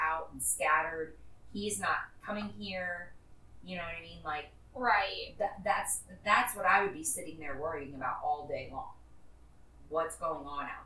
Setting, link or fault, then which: fault, poor sound quality